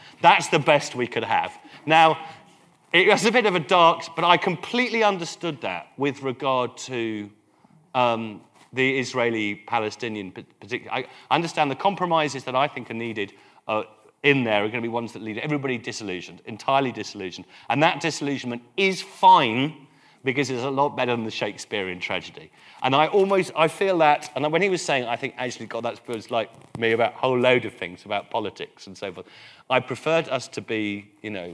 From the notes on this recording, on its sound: Recorded on Monday 14 October, 2013 at Kings Place, 90 York Way, London N1 9AG.